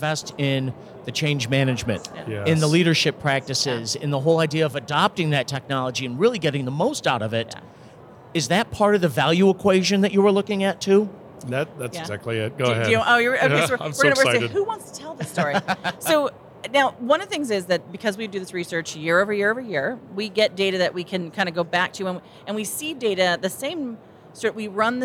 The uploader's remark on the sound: As we conclude our series live from the floor of the 2023 HR Technology Conference.